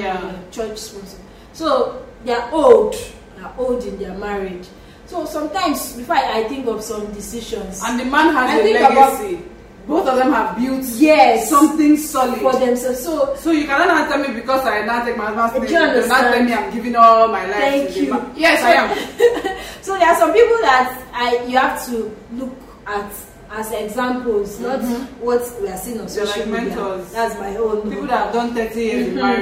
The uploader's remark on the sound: Please forgive the background noise.